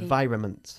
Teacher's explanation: It has an N which we hardly pronounce.